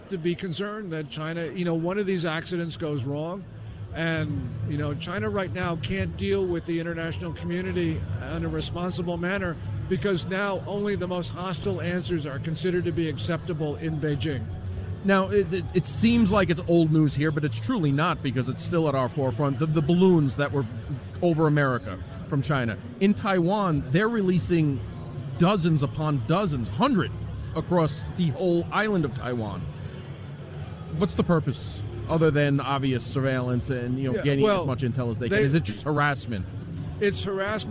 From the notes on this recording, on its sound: LIVE from CPAC